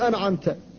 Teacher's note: فهي في آخر الحروف في طرف اللسان، وحروف الحلق من أولها، فتنطق أولا بالهمزة من أول من الحلق، ثم تذهب إلى طرف اللسان فتنطق بالنون، ثم ترجع إلى الحلق لتنطق بالعين · Term: إظهار النون الساكنة